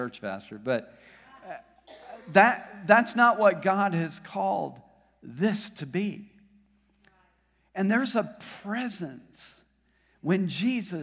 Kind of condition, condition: setting, large echoing room